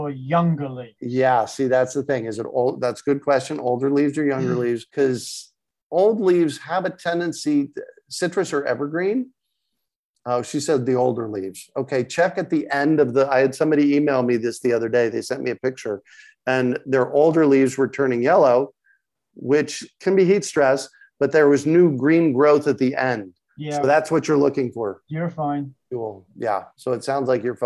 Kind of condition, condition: link, video call